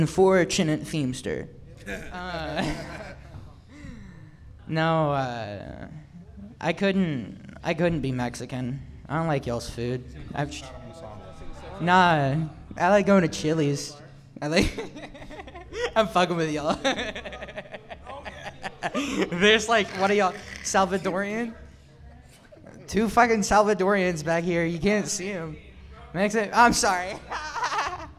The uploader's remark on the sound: Talented and experienced comedians share the stage with first-timers and open-mic’ers in this late-night talk show-meets-podcast setting. Recorded LIVE from Shark's Comedy Club in Dallas, Texas.